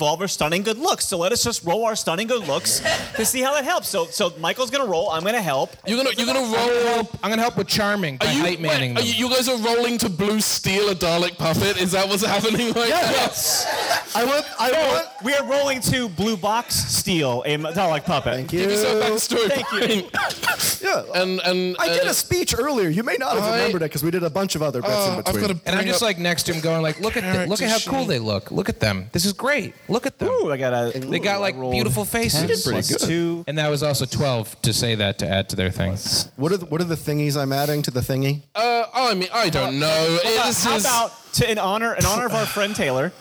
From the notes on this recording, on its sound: Recorded at The 31 Flavours of Gallifrey One in February 2020